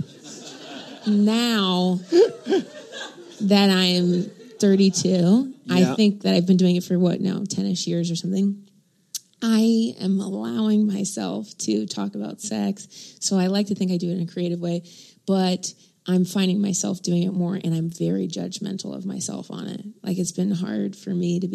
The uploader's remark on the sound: Live from SXSW